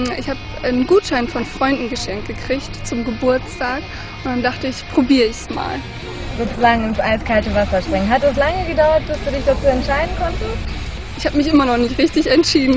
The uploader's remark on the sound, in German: Bungee-Jumping im Baakenhafen in Hamburg. Wir waren für Sie live dabei beim Bungee-Jumping von Jochen Schweizer am Baakenhafen.